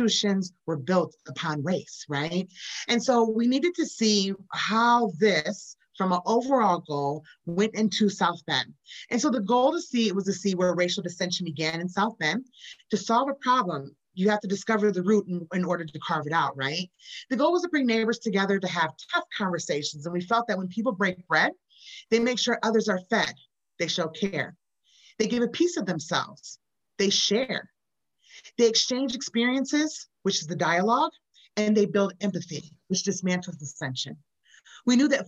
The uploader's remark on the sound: This conversation was recorded on Zoom.